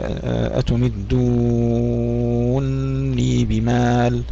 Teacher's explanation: وأيضا يدغم النون فيها، يقول أتمدونني بمال، إذن يدغم النون الأولى في الثانية فيشددها ويمد لذلك مدا مشبعا، ويثبت الياء في الحالين وصلا ووقفا. · Term: الإدغام